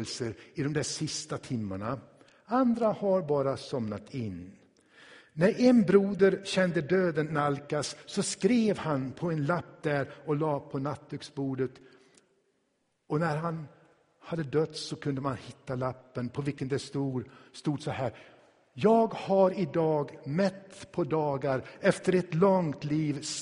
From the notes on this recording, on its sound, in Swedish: Inspelad i Tabernaklet i Göteborg 2016-11-06.